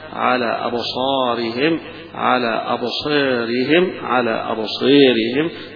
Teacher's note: على أبصارهم بالفتح والتقليل والإمالة · وعلى أبصارهم أيضا هذه فيها الألف اللي بعدها الراء المكسورة، يبقى في هنا إمالة لهذه الألف تمال، وفيها الفتح أيضا وفيها التقليد، يبقى ثلاث قراءات في هذه الألف اللي بعدها الراء المكسور.